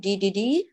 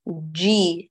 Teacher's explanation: نعم لا نقول الرجيم دي دي دي، بل الرجيم جي، هات الجيم من وسط اللسان، لا تشرك الطرف · Shown in: second take